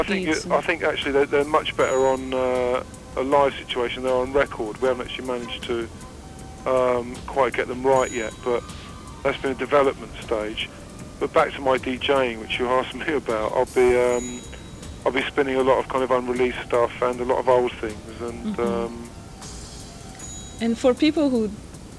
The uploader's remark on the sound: Phone interview. KPFA.